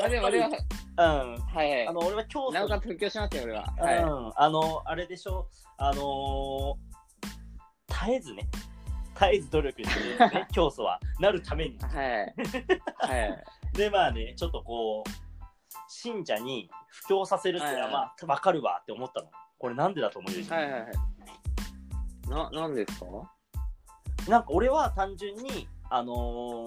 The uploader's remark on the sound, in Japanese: リモート収録